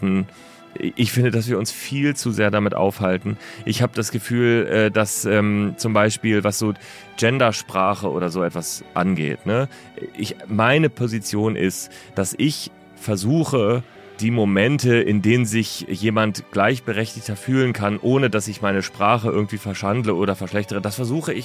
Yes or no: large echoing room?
no